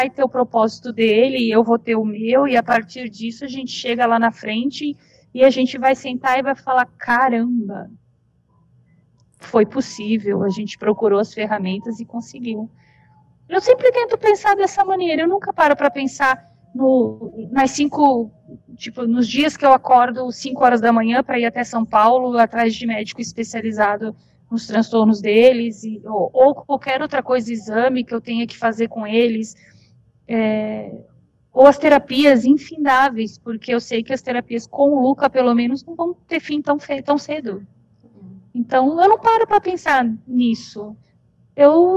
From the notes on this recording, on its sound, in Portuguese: DESCULPEM PELA QUALIDADE DO AUDIO.